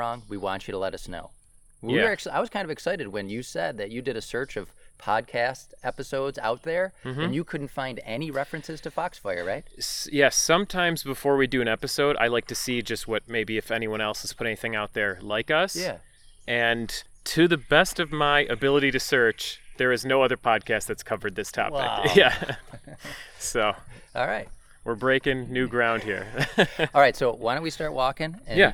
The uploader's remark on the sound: This episode was recorded in the Eternal Flame Falls section of Chestnut Ridge Park in Orchard Park, NY on July 4th, 2018.